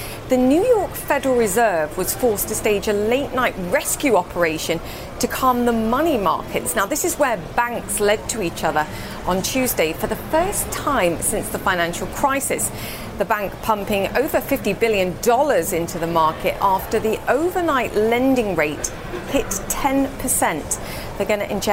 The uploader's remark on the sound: live from the New York Stock Exchange